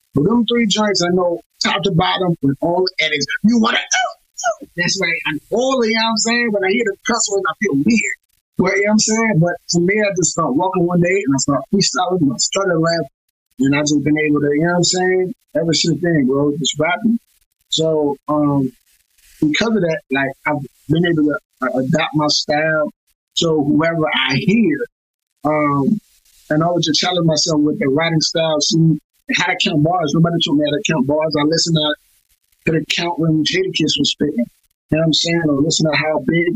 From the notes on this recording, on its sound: The audio on this episode isn't the greatest. We did our best to salvage it, but we do apologize that it's not up to our normal quality.